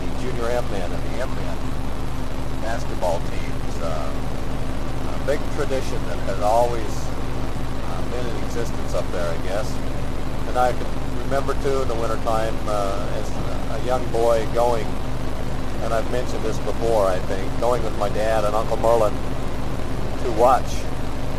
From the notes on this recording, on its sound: Driving into work.